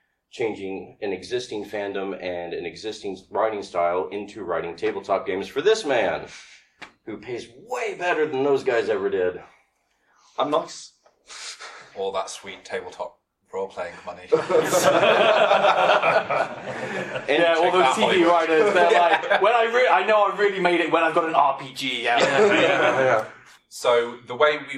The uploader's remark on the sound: UK Games Expo seminar. A panel seminar from UK Games Expo.